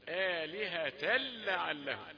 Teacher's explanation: ما فيش غنة في اللام هنا عندنا في القراءة بتاعتنا دي، فيش غنة في اللام.